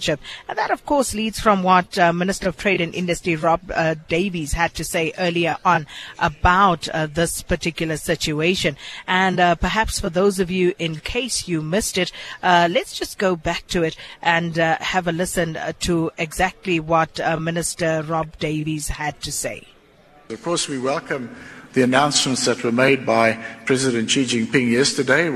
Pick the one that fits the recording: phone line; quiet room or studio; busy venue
busy venue